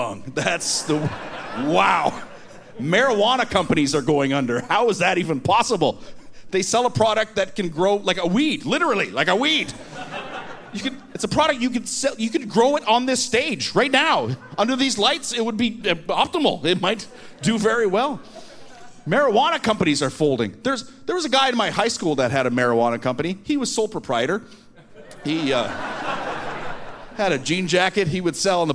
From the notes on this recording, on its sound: From the Winnipeg comedy festival